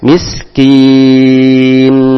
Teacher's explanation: Ta'amul mis, huruf sin juga huruf hamas, sedikit keluar anginnya. Miskin, nun juga huruf tawasud, sehingga nam tidak langsung mati, tidak pula mengalir begitu saja, tapi sedikit mengalirnya. Miskin dengan senyuman di akhirnya.